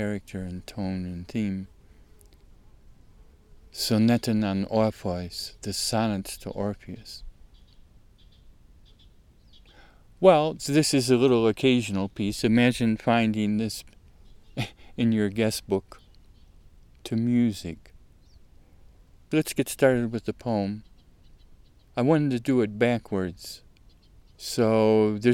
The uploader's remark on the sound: RECORDED THIS SUMMER, at a beautiful alpine lake in the North WALLOWAS